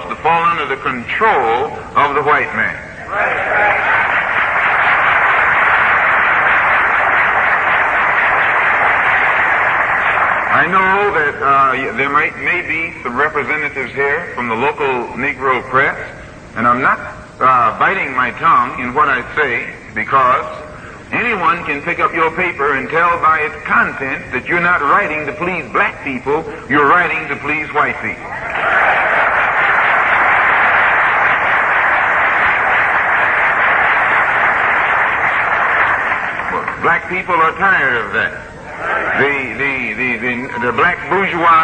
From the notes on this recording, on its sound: LIVE from The C.O.W.S. 10-Yr. Anniversary Yoga Retreat. Broadcasts live from Drewryville, Virginia. We'll hear from the 13 black people who braved rain, mud and the back roads of Virginia to spend four days and three nights doing yoga and eating vegetables.